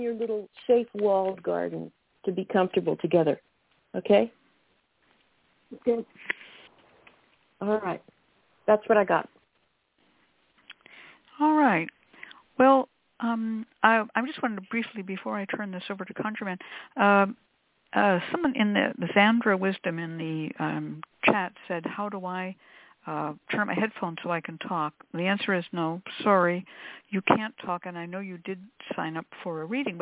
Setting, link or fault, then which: link, phone line